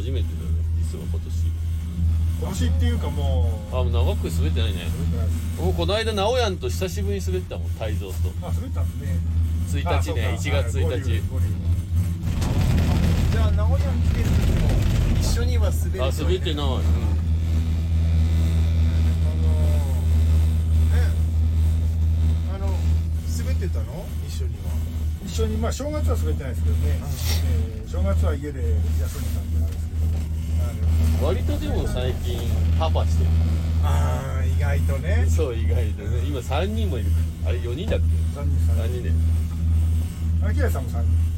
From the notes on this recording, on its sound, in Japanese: 栂池高原スキー場で滑り終了後 車の中から。